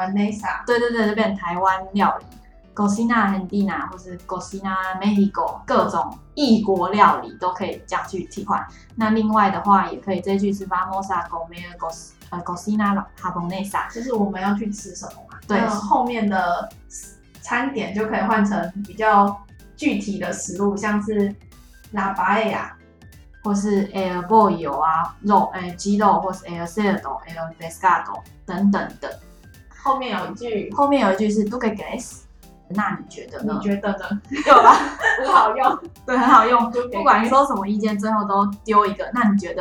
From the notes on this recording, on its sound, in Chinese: 此集錄製回音較重，敬請大家見諒